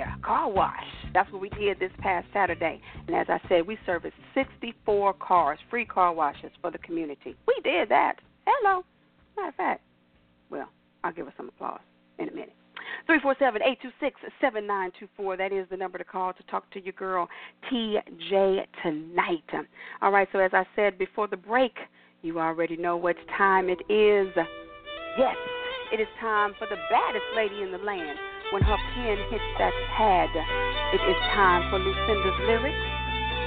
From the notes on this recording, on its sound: your phone calls